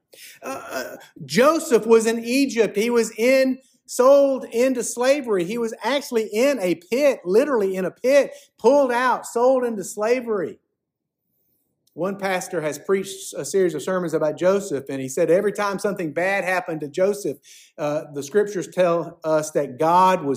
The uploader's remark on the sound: preached at Fairmount Baptist Church on January 21, 2024